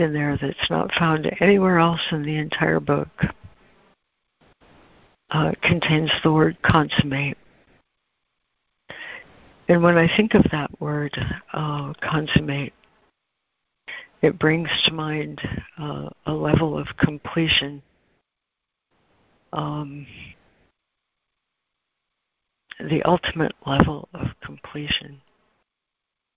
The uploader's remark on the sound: ACIM Daily Conference Call.